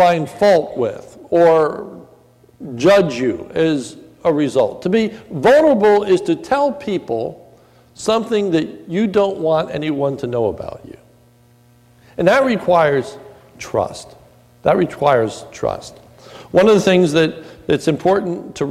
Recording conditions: large echoing room